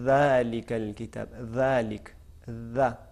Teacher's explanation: جب ہم ذا کہتے ہیں اس میں ز یہ آواز بالکل نہیں آنی چاہیے. بالکل جب اس سٹائل کو کوشش کریں گے کہ اسی پہ اس طریقے سے جب تلفظ کریں تو یہ خود بخود جو آواز ہے مکھی کی وہ ختم ہو جاتی ہے.